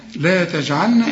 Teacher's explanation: الجيم بتعطش وهنا بتقلقل لان عليها السكون زي الباء